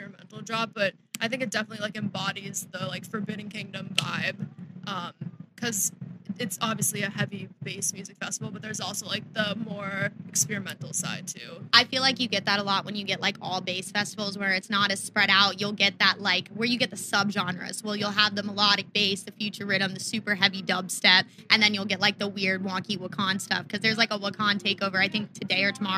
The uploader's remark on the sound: This was filmed on site at Insomniac Event's festival Forbidden Kingdom.